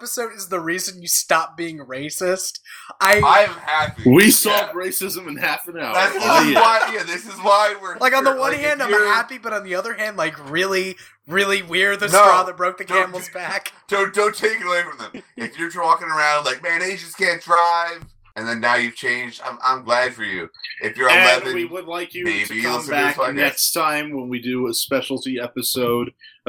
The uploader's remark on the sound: Recorded at the end of last August. Sorry for the bad audio quality; I was only able to get was a mix down of it, so if you listen on headphones, there's a chance you'll be annoyed by the background noise of one specific person.